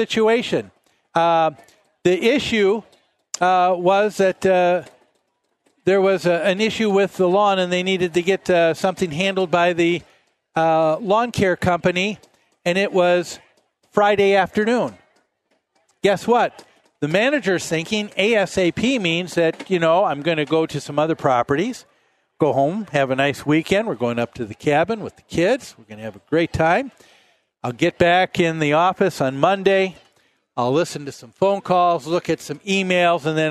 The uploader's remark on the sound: Live at the MN State Fair